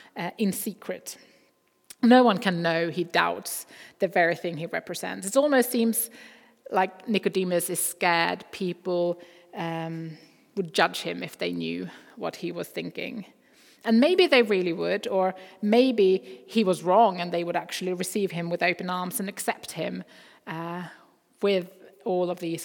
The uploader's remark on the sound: Recording from Immanuelskyrkan Skövde.